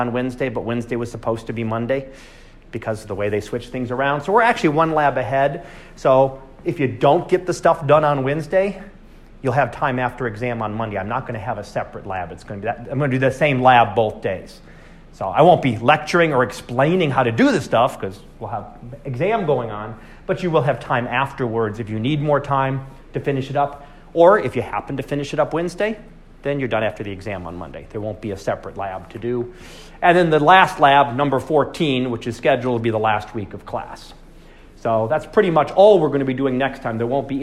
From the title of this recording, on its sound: Live Class Lecture